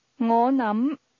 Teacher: The word think has a mid-rising tone.